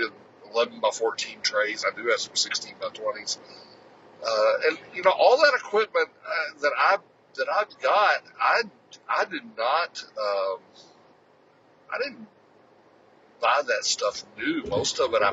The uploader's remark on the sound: Trying a new format in that I recorded it on my phone during my daily commute.